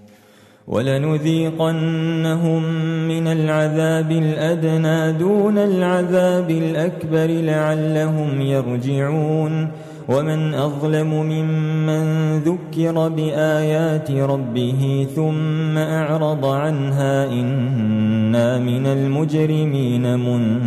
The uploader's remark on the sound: recorded at Green Lane Masjid, Birmingham, UK